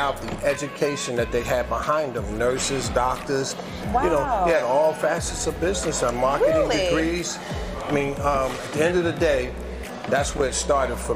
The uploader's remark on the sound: LIVE #special #edition of A Cup of Resilience #podcast on location at Grits & Eggs Breakfast Kitchen in Vinings, GA.